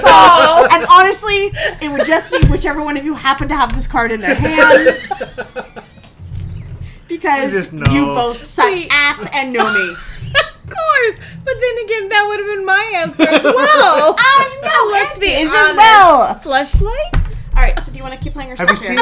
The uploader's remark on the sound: Squeaky bottles. Constant noise from touching the table supporting the microphone. Playing cards on the radio.